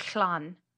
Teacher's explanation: So the way I've had it explained to me that you make the sound is you go as if you're going to say an L, but then you blow out